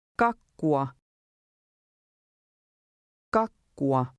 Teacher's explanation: Notice the U-A at the end of the word. They are pronounced as two distinct letters.